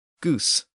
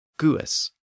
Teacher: So the word is almost identical in English and Frisian, and both have lost the N sound.